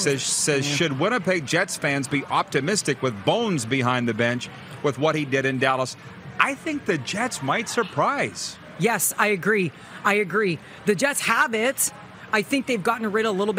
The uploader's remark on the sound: LIVE AT THE POMPANO BEACH HOUSE IN FLORIDA!